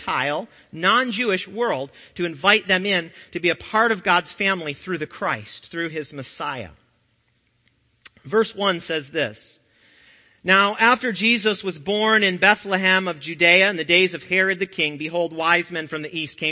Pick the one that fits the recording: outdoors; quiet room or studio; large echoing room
large echoing room